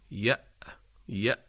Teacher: نجد أن الوتران الصوتيان ينقفلان تماما، فلا يبقى مجال لمرور ذرة من الصوت. يأ يأ انغلاق يعني لمجرى الصوت. · Term: الهمزة